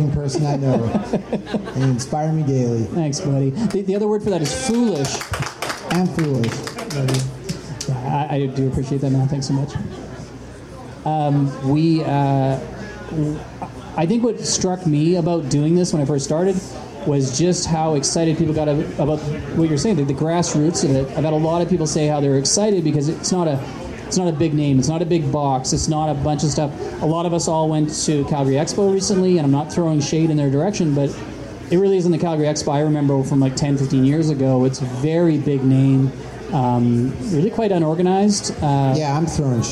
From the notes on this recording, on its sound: We recorded the show live at the RPG gathering: AardCON! Was taped in front of a live audience...